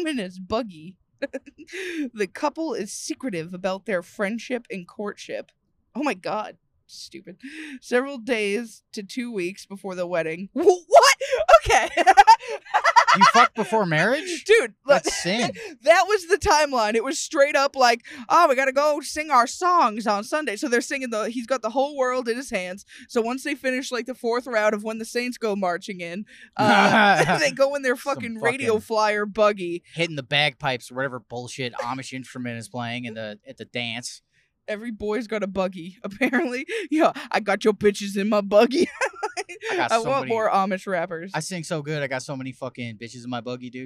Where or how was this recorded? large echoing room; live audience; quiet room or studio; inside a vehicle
inside a vehicle